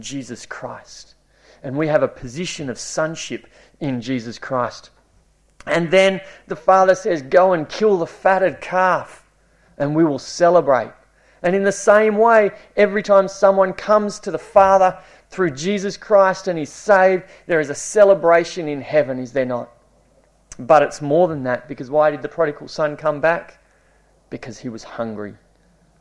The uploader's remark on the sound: It was preached at Esperance Church of Christ